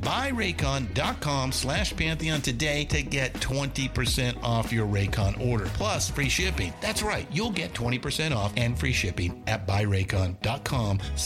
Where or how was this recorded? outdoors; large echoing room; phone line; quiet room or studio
phone line